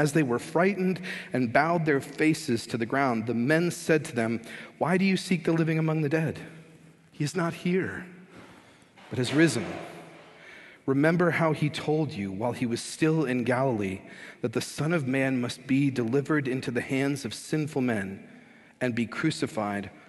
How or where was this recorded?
large echoing room